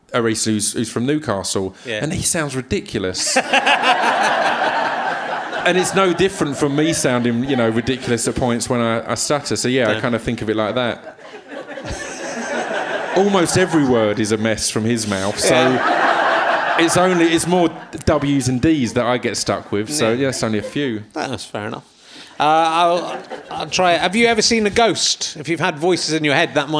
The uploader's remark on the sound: chats with the audience in his usual unpleasant manner